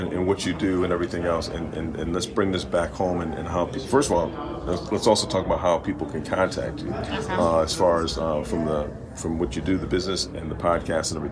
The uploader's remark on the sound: This interview was recorded LIVE at Podcast Summit in Miami, Florida July 30,31, 2023.